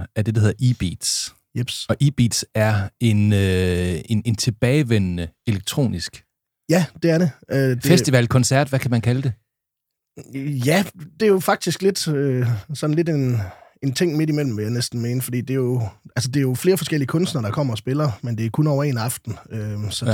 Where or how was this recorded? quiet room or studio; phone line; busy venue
quiet room or studio